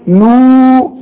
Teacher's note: المد النون مضمومة بعدها واو، تمدها حركتين لا تزود ولا تنقص · Term: مد طبيعي